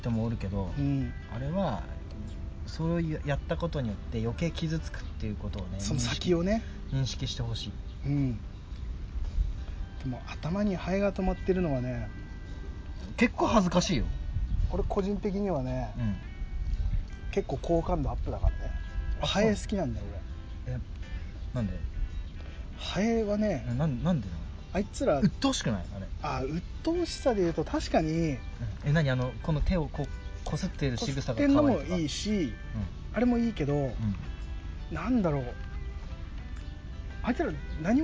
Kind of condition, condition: setting, outdoors